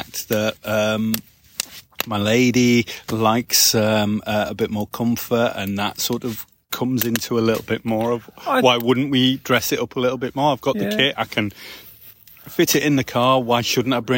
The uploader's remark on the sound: LIVE - Camping in Worcestershire. This week we are LIVE in the field. We are camping at Twin Oaks campsite in rural Worcestershire.